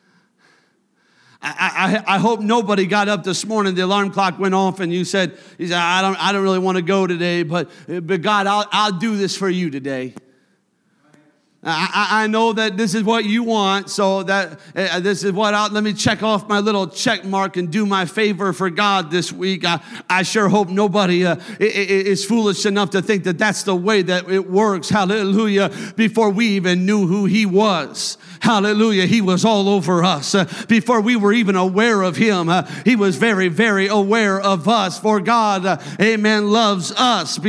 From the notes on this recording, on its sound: a service recording from Connect Point UPC